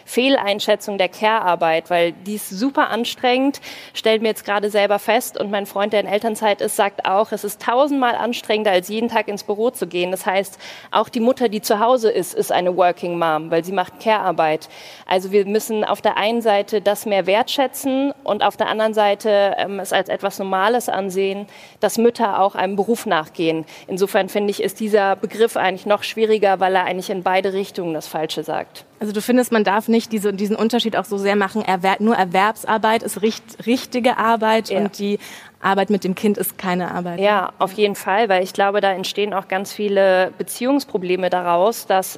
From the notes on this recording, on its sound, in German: Live-Podcasts auf der BETTER FUTURE CONFERENCE der WELT am Sonntag